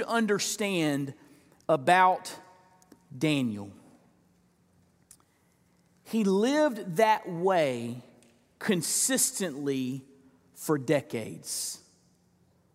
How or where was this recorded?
live audience